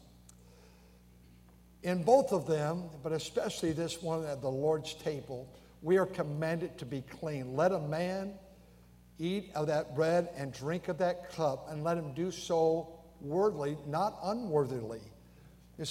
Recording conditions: large echoing room